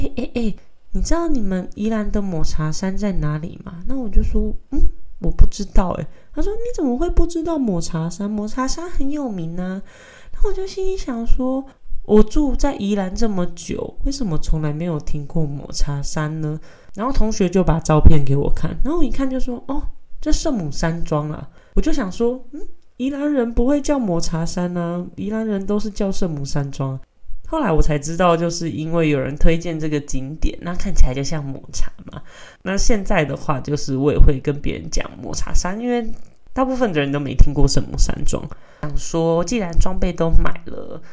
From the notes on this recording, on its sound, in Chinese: 因為錄音時發生了一些意外。躲在房間裡面不開窗錄音，沒想到卻敗在麥克風的爆音上。